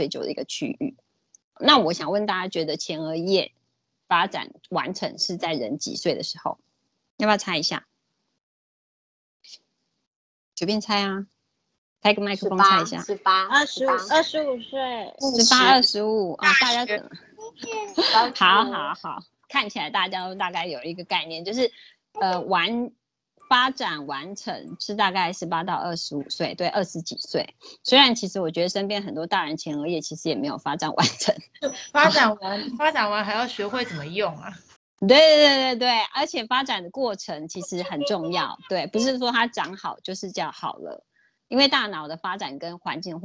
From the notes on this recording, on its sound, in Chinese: 此為線上課程錄音檔